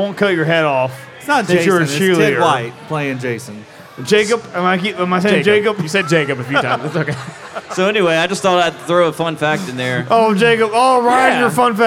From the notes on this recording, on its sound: LIVE FROM CRYING EAGLE. Listen in to our very first live podcast recorded at Crying Eagle Brewing on Friday, October 13th. Listener beware: we were definitely over-served in this one.